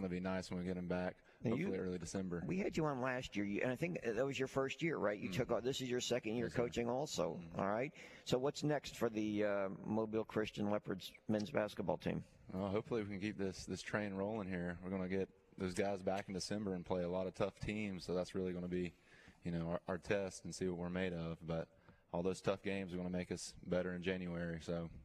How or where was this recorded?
busy venue